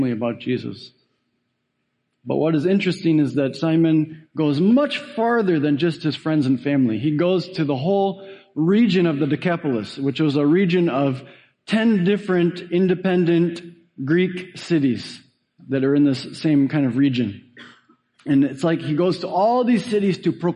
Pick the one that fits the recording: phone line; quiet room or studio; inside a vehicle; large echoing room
large echoing room